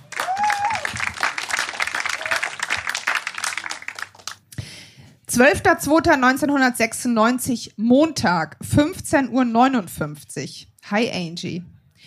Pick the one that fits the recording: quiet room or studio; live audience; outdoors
live audience